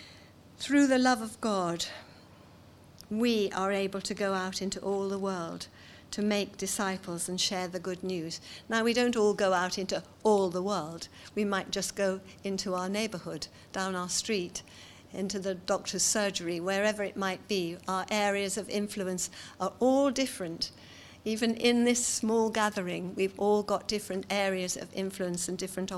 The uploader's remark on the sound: seminar from the 2018 Authentic conference